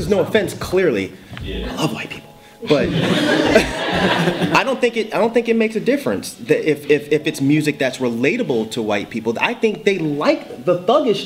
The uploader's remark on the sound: Live Taping at Florida State University.